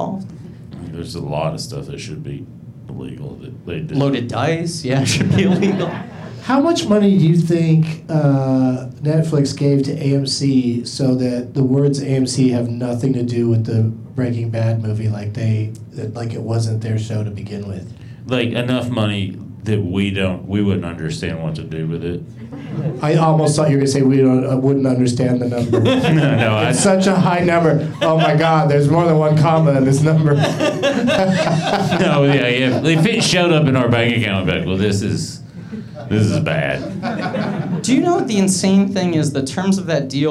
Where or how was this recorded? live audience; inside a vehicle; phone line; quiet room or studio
live audience